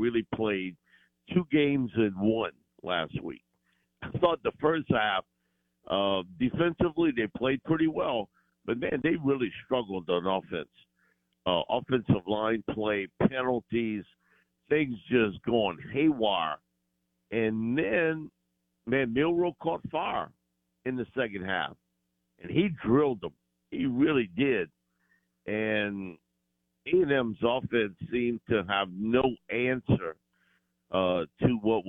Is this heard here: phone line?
yes